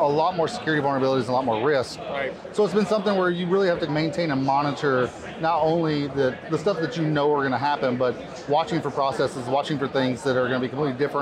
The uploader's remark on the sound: on the sidelines of the 2023 Black Hat USA conference